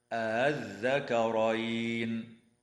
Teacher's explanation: الوجه الثاني تسهيل همزة الوصل من غير مد